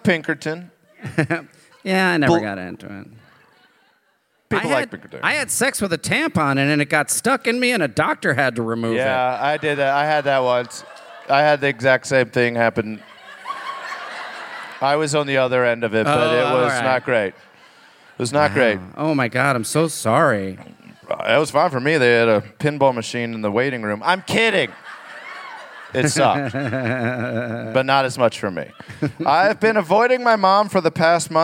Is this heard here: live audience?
yes